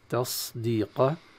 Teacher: الصاد التي الهمس فيها بعدها حرف الدال التي لا همس فيها، فانتقال الدال دون أن تراعي الصاد بهمسها تصبح زايا، تصبح زايا مفخمة على صفة الصاد · Term: صاد مشمة بالزاي